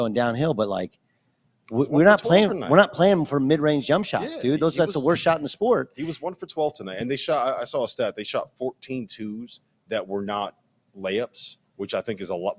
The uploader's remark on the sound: LIVE from the Champions Classic in Chicago!